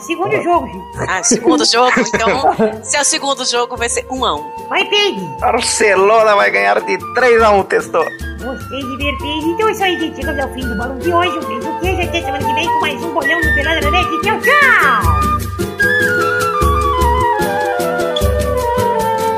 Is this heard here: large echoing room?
no